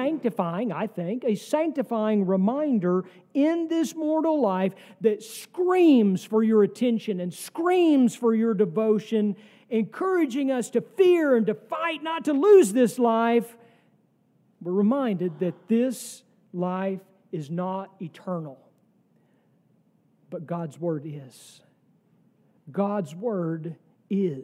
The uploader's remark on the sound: sermon from our worship service on October 1, 2023